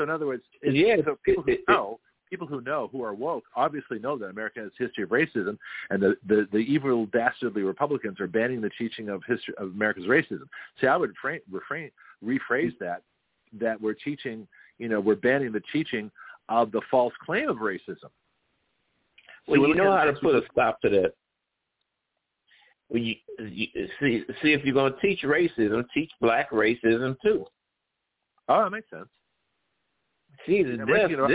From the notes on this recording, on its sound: We had a power failure and I had to call in to my own show by phone.